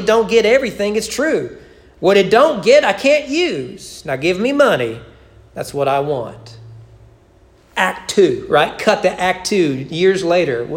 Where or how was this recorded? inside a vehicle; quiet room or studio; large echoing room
large echoing room